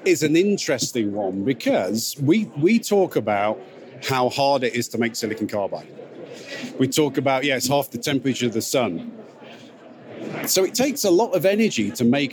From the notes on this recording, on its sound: I would like to draw your attention to the atmosphere of PCIM and in these audios you will hear the voices.